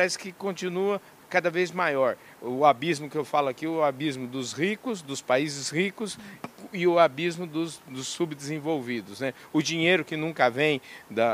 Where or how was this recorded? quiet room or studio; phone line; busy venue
busy venue